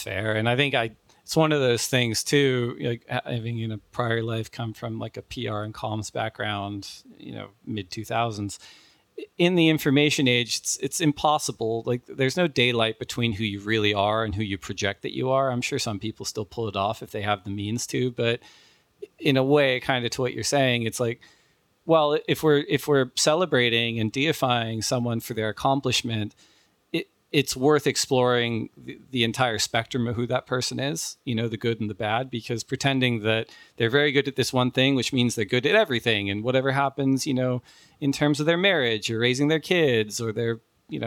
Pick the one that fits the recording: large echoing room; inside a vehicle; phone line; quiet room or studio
quiet room or studio